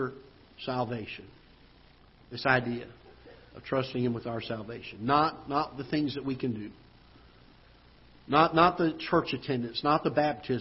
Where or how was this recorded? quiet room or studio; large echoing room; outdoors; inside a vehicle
large echoing room